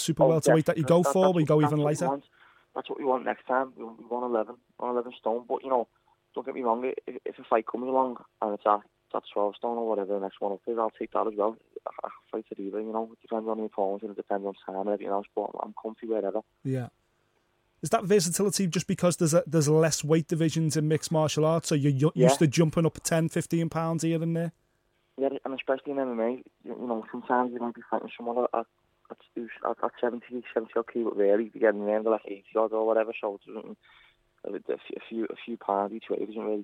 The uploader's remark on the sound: jump on the phone